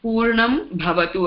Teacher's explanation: Again, the na is the third row na. Cerebral.